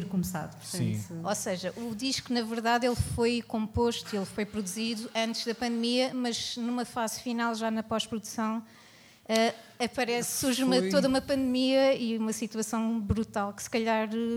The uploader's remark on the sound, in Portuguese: … AO VIVO. Chasing Rabbits Record Store.